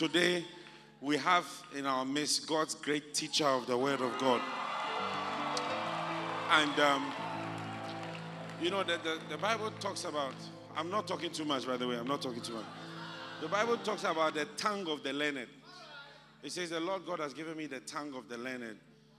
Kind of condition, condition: setting, live audience